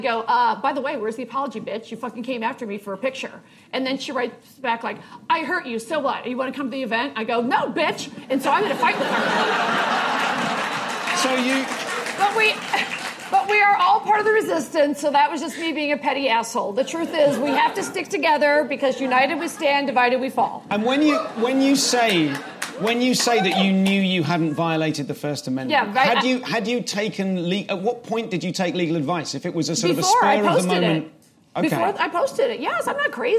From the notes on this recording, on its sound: Live at SXSW, Austin Texas.